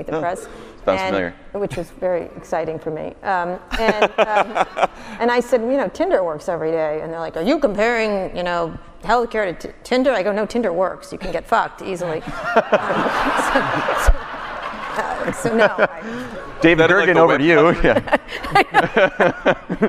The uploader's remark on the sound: Live at SXSW. In a live interview at South by Southwest 2017.